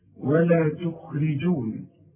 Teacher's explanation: عندي الخاء مفخمة لكن في ثالث درجة من درجات التفخيم